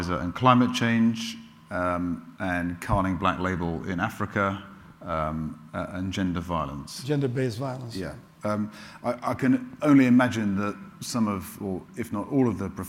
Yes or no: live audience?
yes